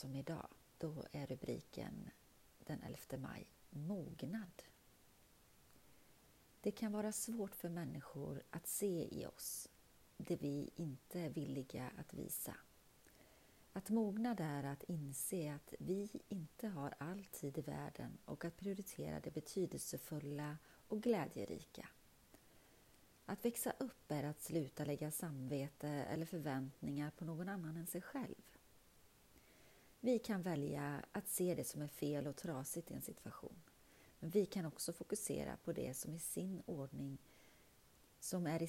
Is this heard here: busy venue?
no